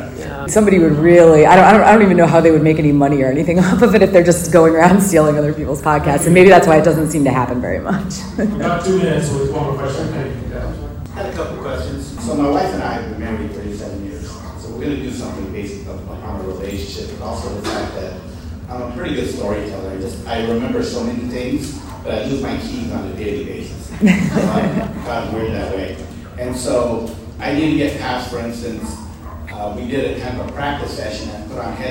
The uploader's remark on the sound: Live audio from the Podcasting 101 panel at San Diego Comic-Con 2023. Live audio from the Podcasting 101 panel at San Diego Comic-Con 2023.